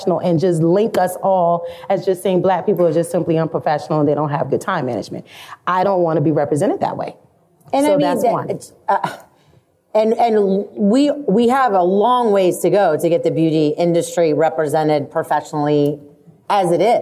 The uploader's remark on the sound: LIVE from ISSE